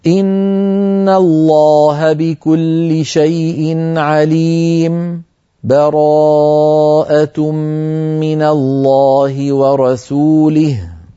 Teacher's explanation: أن يسكت القارئ على آخر الأنفال بدون تنفس ثم يبدأ بأول التوبة كما فعلنا، وأعيدها للتعليم، ولكن هذه المرة سأقصر العارض للسكون: إن الله بكل شيء عليم، براءة من الله ورسوله. · Term: السكت